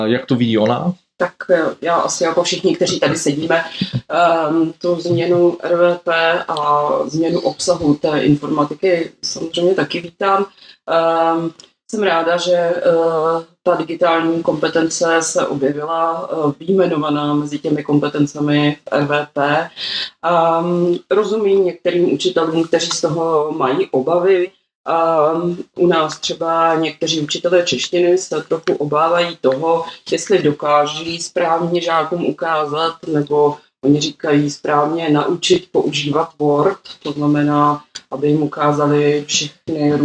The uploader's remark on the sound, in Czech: Omluvte prosím sníženou kvalitu audio záznamu. Diskuzi jsme nahrávali na improvizovaném místě.